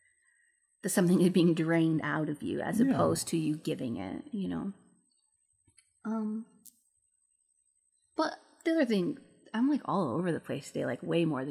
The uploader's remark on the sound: Headphones not recommended. There was an extremely loud high pitched noise throughout the entire recording.